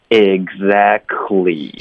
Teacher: 省略了 t，但是还是发 k